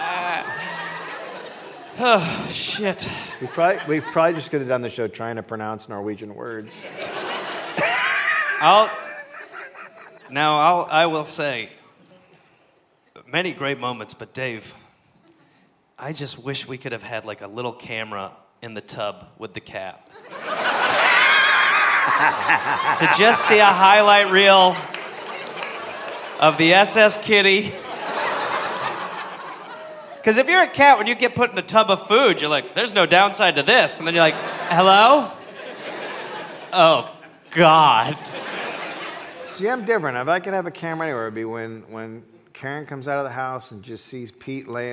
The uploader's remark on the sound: Recorded live at Chat Noir in Oslo.